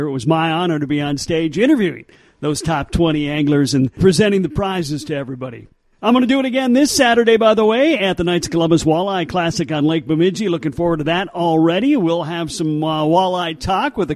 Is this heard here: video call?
no